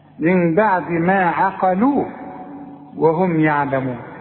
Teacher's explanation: شوف العين برققها ازاي، شوف القاف بفخمها ازاي، شوف اللام برققها ازاي. من بعد ما عقلوا وهم يعلمون، وكلها مرققة الكلمة.